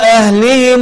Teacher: أهلهم هي الميم بالضم وليست بالكسر